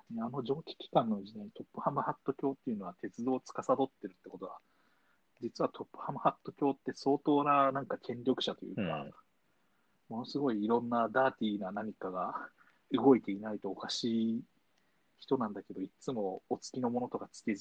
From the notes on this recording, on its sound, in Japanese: 2020年6月6日リモート録音